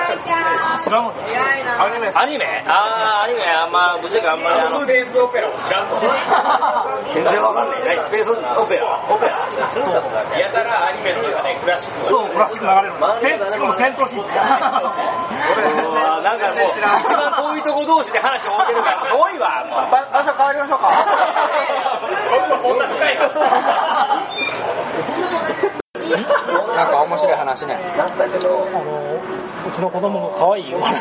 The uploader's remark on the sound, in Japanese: 居酒屋そそうで収録の回。正直聞きづらい音声ではありますが、そそうの楽しい雰囲気をお伝えできれば幸いです。